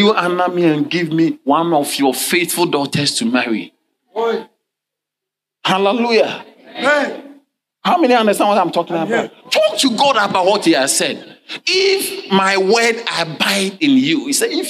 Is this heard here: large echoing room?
yes